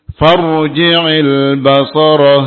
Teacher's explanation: ra sukun sebelumnya fathah baca dengan tafkhim